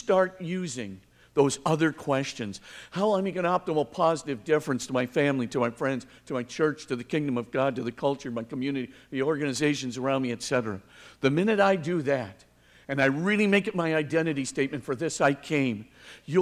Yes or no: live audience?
yes